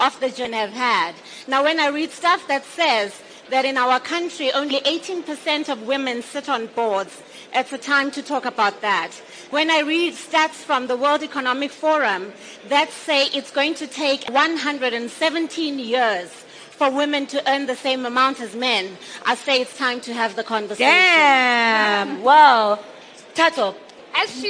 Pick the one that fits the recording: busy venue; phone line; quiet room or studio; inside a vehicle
busy venue